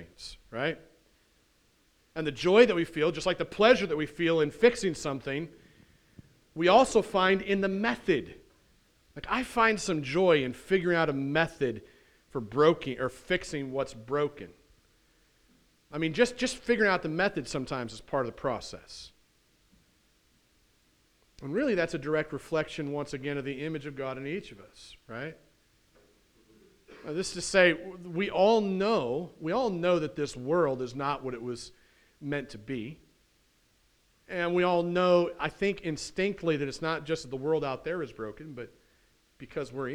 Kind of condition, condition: setting, large echoing room